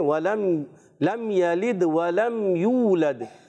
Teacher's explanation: یلد ولم یہاں پر آپ نے غنہ کر دیا ہے ولم یہاں اظہار شفی کا قاعدہ غنہ نہیں کریں گے